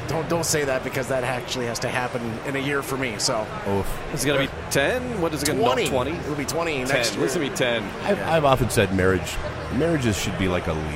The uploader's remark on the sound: Live at Motor City Comic Con in the Podcast Detroit booth with Noble Oak Bourbon.